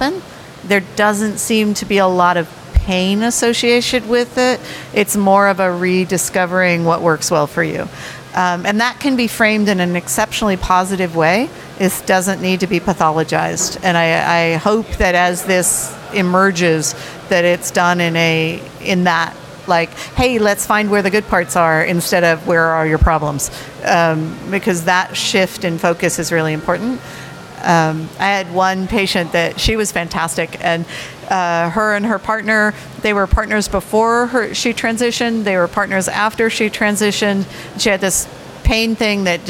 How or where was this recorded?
busy venue